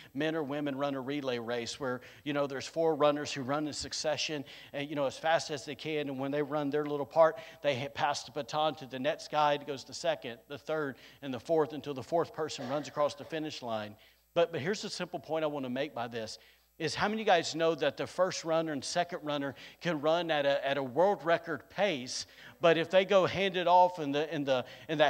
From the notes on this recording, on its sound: recorded on Sunday, November 6th, 2022, during service at The Anchor Church in Rockport, Maine